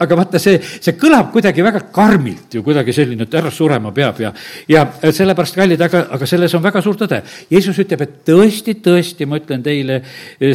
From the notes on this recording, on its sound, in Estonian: Audio salvestus koosolekult